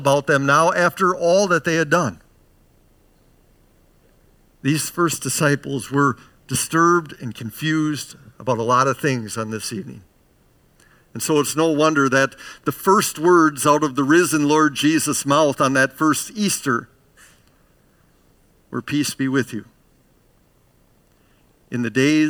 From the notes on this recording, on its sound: Bethany, Appleton, WI. Preached this sermon at Bethany's Saturday worship on June 4, 2022.